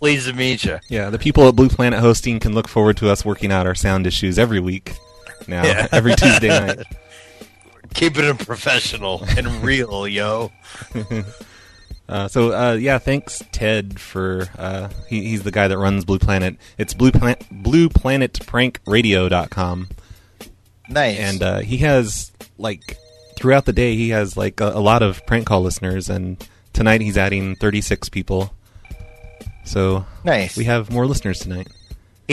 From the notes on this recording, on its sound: Prank Phone Calls